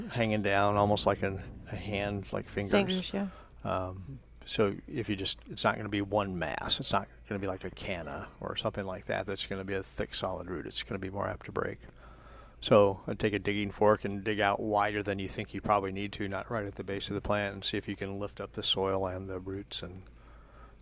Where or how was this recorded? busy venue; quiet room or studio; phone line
busy venue